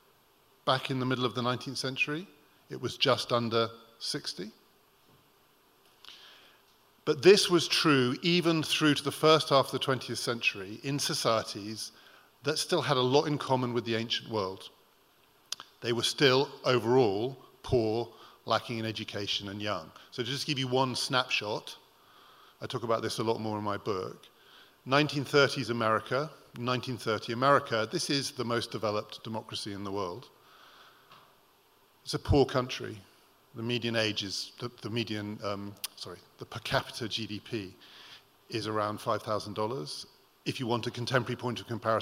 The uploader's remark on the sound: Recorded at The Tabernacle in London in May 2018.